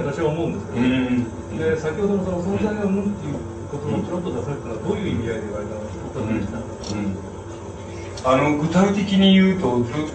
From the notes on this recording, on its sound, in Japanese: 主催：詩誌「無限」事業部 場所：明治神宮外苑絵画館文化教室。声が若干遠く聞こえ、 ところどころにノイズが入っており 音質はあまりよくない。質疑応答が講演本編より長い。